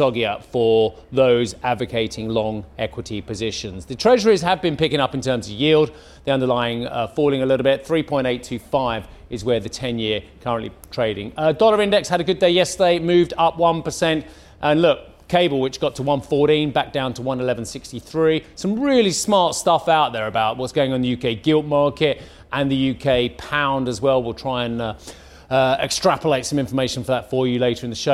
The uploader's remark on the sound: We are live in Prague at the inaugural summit of the European Political Community